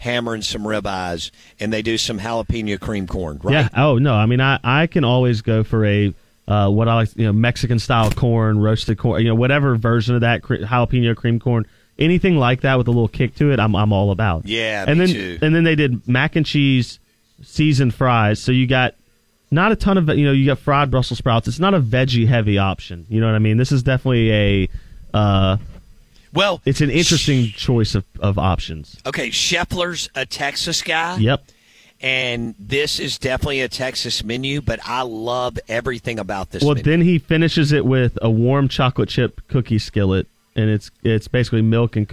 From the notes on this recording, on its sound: live from Golden Moon Casino in the mobile BankPlus Studio